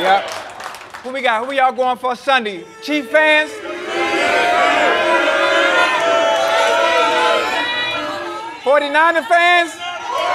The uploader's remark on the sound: LIVE from Resorts World Las Vegas